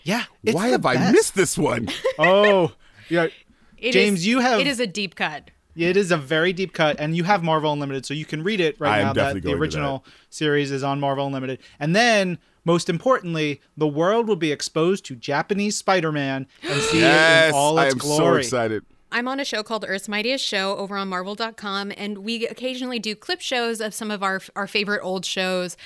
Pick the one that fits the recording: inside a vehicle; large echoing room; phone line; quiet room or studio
quiet room or studio